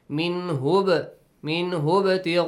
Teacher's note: If you join, ba has to produce a bouncing sound. Also, hamza will be skipped.